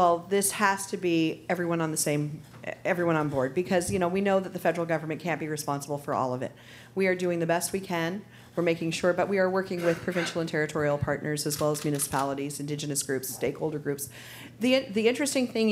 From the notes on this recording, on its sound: In the Canada 2020 studio. Take questions from the live studio audience.